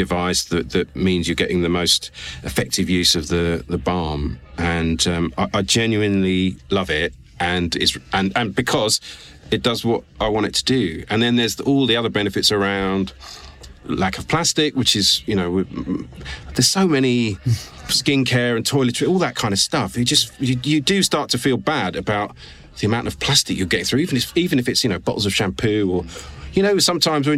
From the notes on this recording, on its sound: This was the first time I ventured out of my own home studio to meet the guests in person. Sorry about the background noise in the members club!